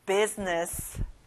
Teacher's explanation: business. 가운데 I 발음은 안 나요. business.